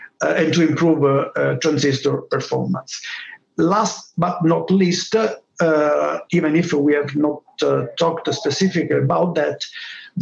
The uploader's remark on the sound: During our PowerUP virtual conference, we had an exceptional lineup of speakers and companies.